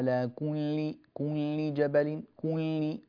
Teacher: أيضا من الجزائر، أخي الكريم انتبه إلى الغنة التي تضعها في بعض الحروف، مثلا عندما تقول على كل جبل كل هكذا اللام فيها مشبعة بالغنة، هذا غير صحيح